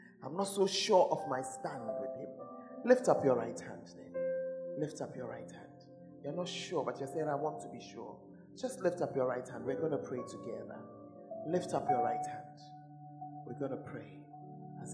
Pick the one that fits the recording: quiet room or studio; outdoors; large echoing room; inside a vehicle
large echoing room